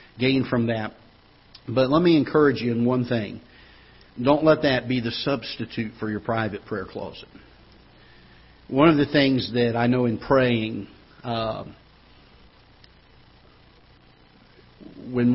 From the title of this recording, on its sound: Ketha Heights Baptist Church ~ Live Broadcast